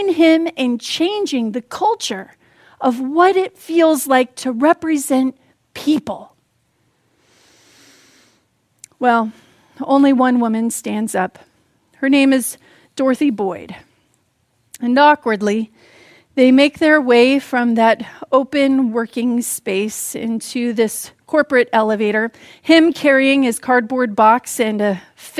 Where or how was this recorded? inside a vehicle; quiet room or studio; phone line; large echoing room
large echoing room